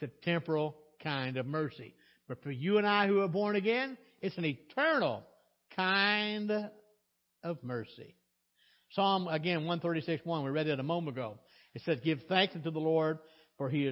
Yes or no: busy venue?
no